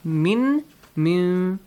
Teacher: nun is changing to a meme sound. · Term: iqlab